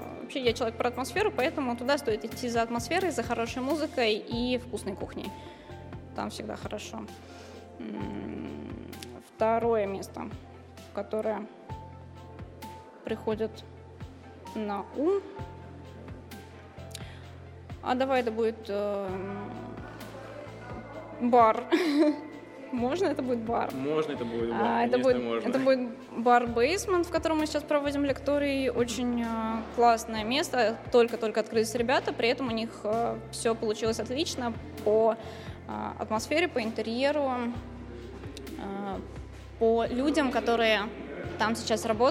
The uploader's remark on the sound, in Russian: «Podcast TRAVEL TIME» на фестивале «Теперьбург»